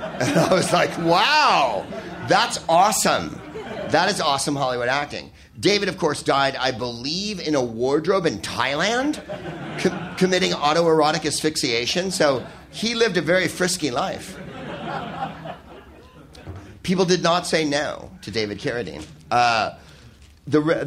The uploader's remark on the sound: Live from the Soho Theatre in London